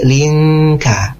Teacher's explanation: siap-siap huruf kaf ya, yang mana di pangkal lidah